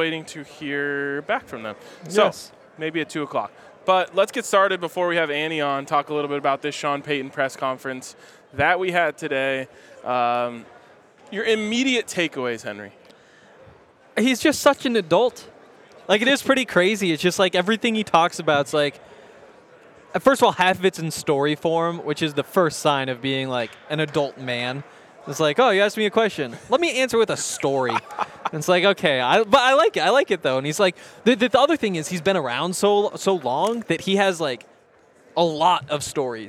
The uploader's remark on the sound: live from Radio Row in Phoenix, the site of Super Bowl LLVII